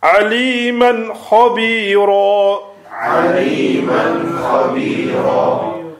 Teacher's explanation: the noon will be pronounced fully and clearly without hiding anything